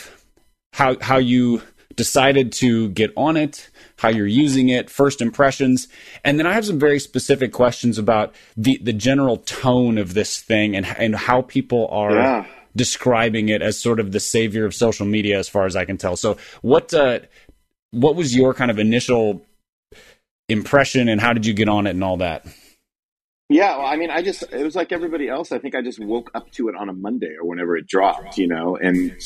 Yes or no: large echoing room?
no